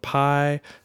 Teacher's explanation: Pi is a first tone. Pi, it's flat and it's even.